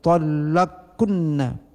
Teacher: idgham qaf ke dalam kaf sebagai idgham kabir